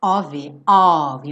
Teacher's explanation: esse OF sempre vai soar OV, OV, um O aberto com acento agudo